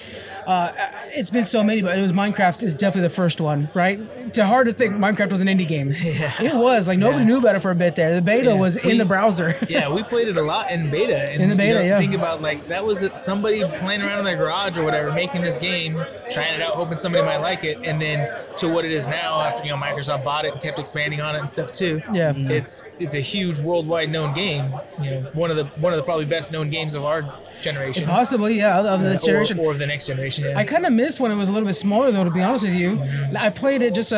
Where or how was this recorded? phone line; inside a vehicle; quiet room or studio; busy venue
busy venue